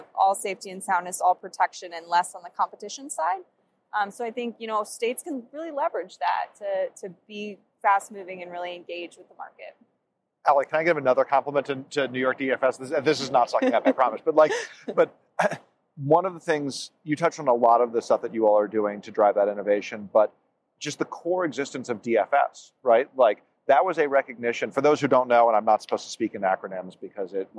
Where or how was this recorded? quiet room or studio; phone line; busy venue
busy venue